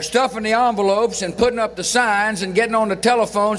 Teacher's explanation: Notice how the former president dropped the letter G at the end of a word.